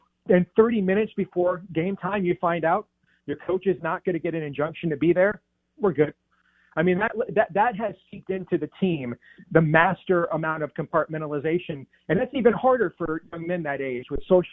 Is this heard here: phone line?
yes